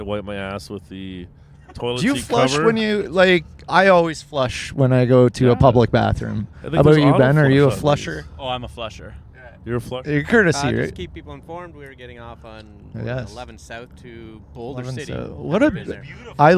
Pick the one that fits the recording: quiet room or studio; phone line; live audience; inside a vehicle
inside a vehicle